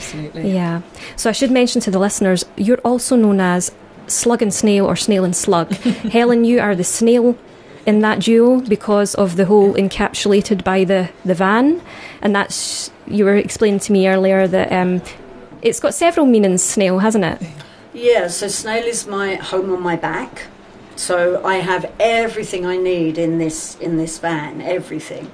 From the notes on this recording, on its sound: Podcast version of a Live Radio Show (songs & adverts omitted). Please note this is recorded in a busy drop-in Community Radio station.